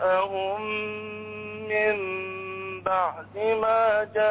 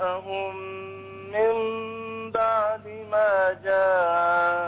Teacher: كثير المد في أهواءهم ومن جاء وما جاء كثير حاول تمد أربعة · Shown in: second take